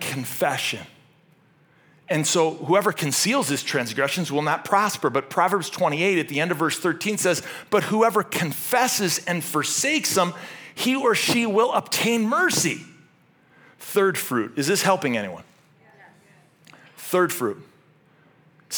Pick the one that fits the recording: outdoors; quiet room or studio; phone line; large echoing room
large echoing room